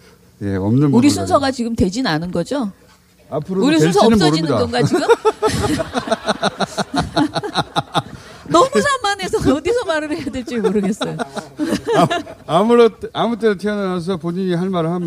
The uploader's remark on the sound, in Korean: 특집공개방송 꼭두새벽 라이브. 잠깐만 공연.